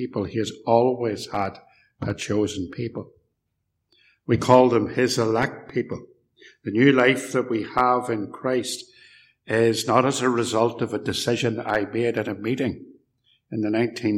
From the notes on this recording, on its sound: This sermon was preached at Ballymacashon, and Templepatrick Reformed Church, where this recording was made